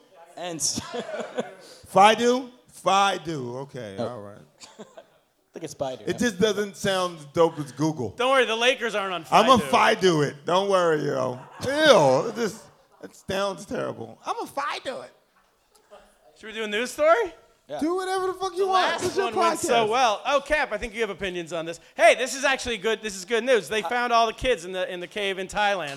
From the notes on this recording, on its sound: Are live from Stand Up NY Comedy Club in Manhattan. This action-packed live show.